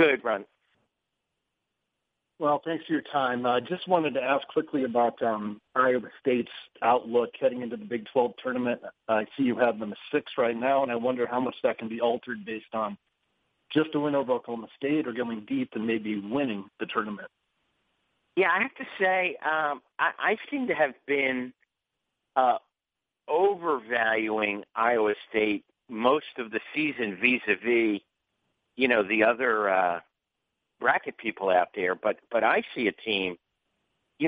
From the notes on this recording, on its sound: ESPN Bracketology Conference Call.